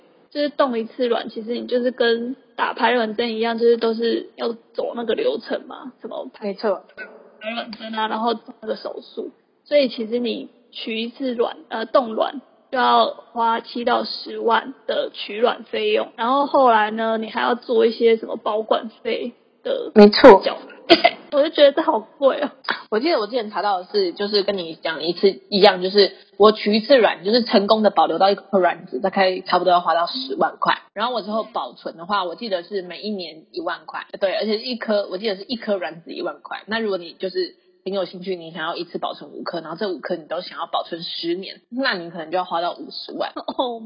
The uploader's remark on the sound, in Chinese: 本集音質不佳，不建議使用耳機。